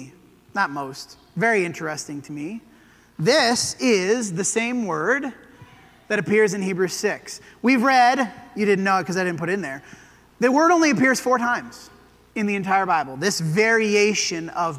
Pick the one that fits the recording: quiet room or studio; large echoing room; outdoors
large echoing room